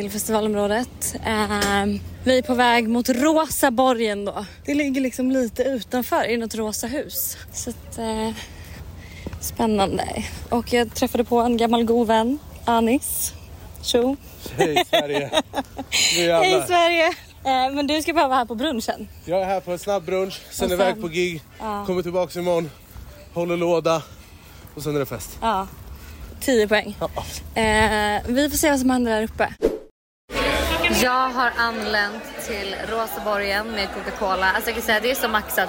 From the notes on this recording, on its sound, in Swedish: LIVE från bråket på Lollapalooza.